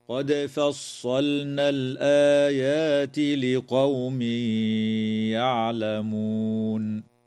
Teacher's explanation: تقلقل الدال في كلمة قد